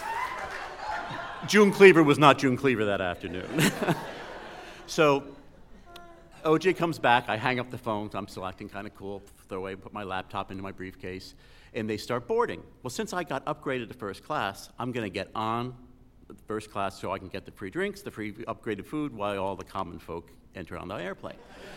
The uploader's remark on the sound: an entire night of live storytelling